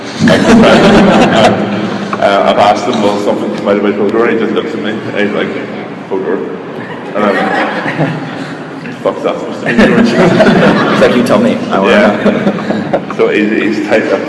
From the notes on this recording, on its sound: LIVE in Indianapolis. In front of the show’s first ever live audience.